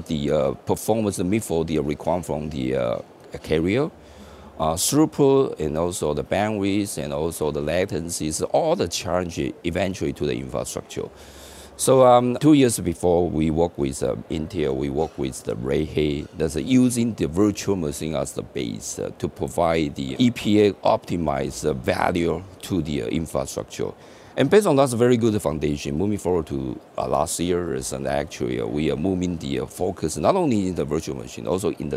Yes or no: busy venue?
yes